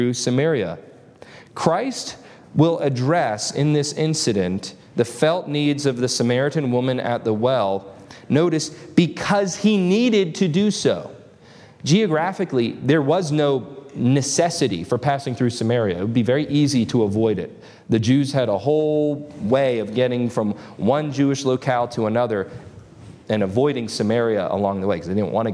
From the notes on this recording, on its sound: This lesson was delivered on August 20, 2023 at Antioch Presbyterian Church. At Antioch Presbyterian Church, a mission work of Calvary Presbytery of the Presbyterian Church in America located in Woodruff, South Carolina.